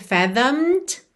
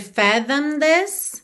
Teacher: o E não é pronunciado e o D já está ligando no this · Shown in: second take